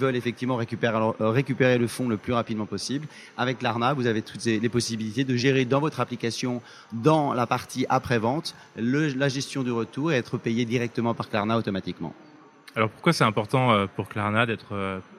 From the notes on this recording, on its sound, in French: CB News, partenaire média historique du salon, a été prendre le pouls de la relance, dans son studio au coeur de ce forum annuel des start-up et de la technologie. Enregistré en direct du salon.